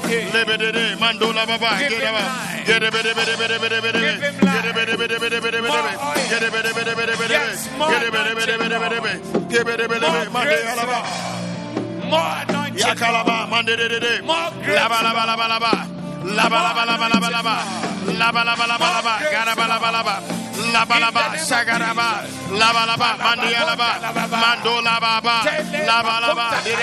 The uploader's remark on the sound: Preached at the Doxa Service 14052023